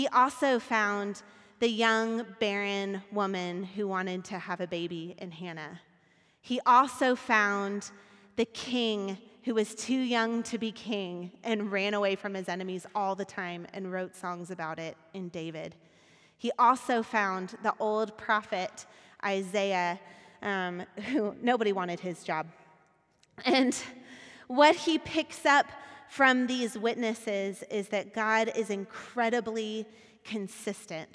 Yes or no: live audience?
yes